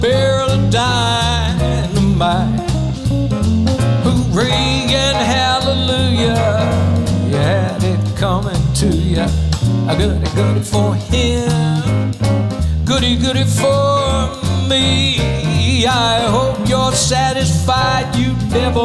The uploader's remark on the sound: Live at the SouthPoint Casino.